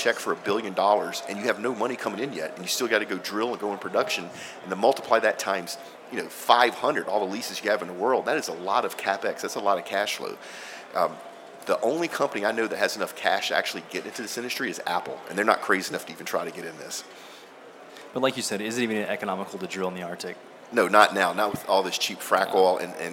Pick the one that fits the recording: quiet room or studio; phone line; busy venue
busy venue